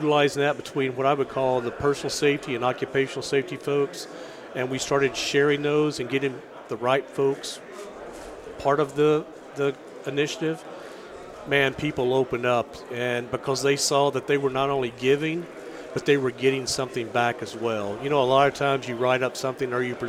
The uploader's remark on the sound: Live at AFPM